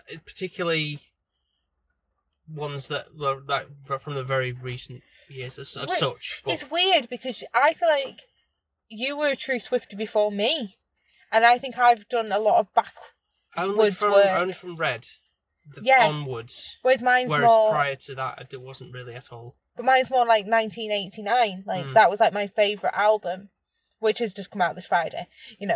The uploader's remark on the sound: brief recording of our experience when we got back to the car (as it started to rain - typical British weather